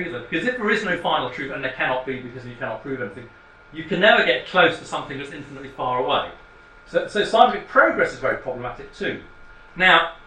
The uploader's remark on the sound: Speaks at the SRHE Postgraduate Issues Network Seminar - Transferable Skills: Realising Potential Through Translation To Other Contexts.